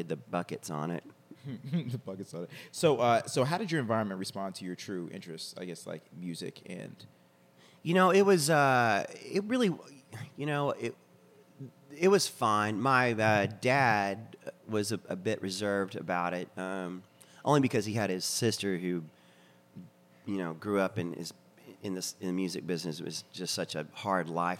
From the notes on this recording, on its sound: This was recorded in the cafe at the Black Cat, a venue located off of 14th St in D.C. Special thanks to the Black Cat for turning off the ceiling fan and the music they normally listen to as they craft their delicious meals. Seated at a booth.